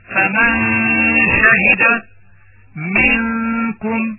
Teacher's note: الثاني فقد لفظنا النون الساكنة في فمن شهد وفي منكم بين الإدغام والإخفاء مع المحافظة على الغنة بمقدار حركتين